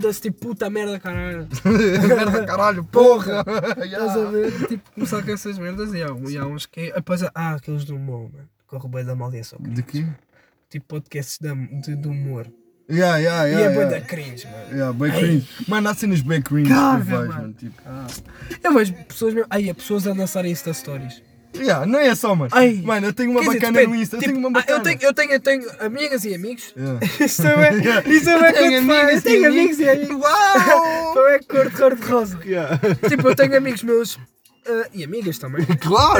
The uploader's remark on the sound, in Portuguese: Primeiro episódio no carro da avó!